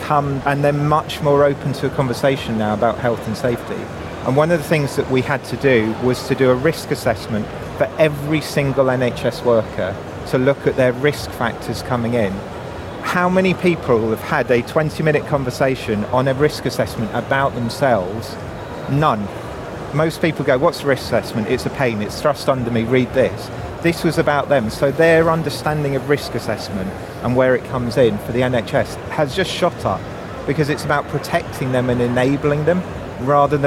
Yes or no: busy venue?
yes